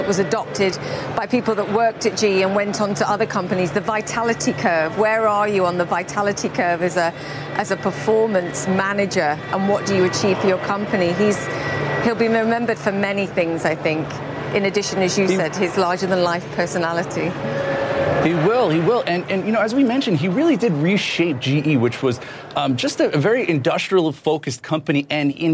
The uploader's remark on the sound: live from the New York Stock Exchange